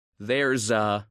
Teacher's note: Theirs often comes before a or an. The z sound at the end connects to a.